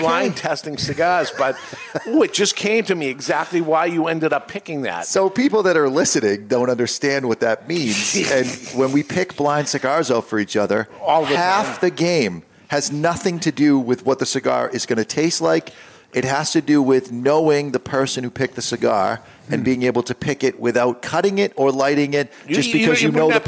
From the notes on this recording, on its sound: Is recorded live in front of a studio audience at Studio 21 Podcast Cafe upstairs at Two Guys Smoke Shop in Salem, NH.